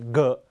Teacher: ghกับตัว gออกเสียงเหมือนกันเสียงก้อง